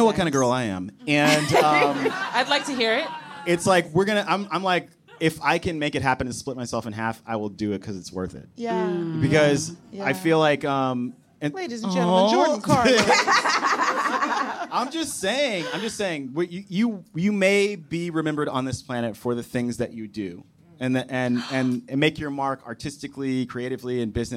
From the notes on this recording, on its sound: a live conversation from this year’s New York Comedy Festival